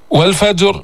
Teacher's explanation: والفجر الراء مفخمة سكنت وقفا، وقبلها ساكن وقبل الساكن مفتوح